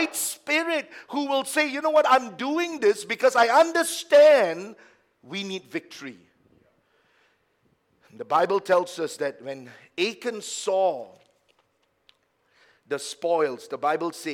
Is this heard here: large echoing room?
yes